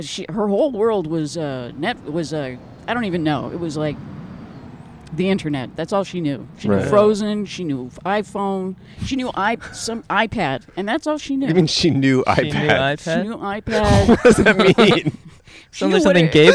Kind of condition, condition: setting, outdoors